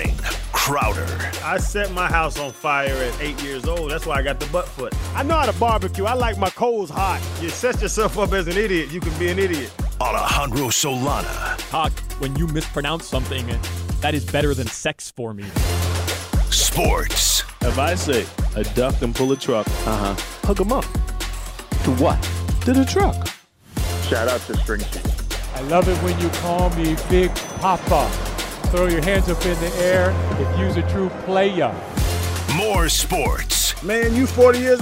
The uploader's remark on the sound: joins the show live at Hollywood Kia